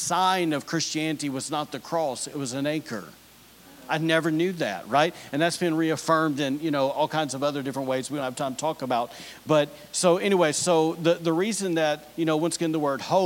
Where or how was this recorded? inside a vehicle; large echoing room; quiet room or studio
large echoing room